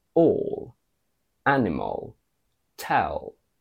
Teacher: The dark L, which is created by basically curling the tip of your tongue against the alveolar ridge or slightly further up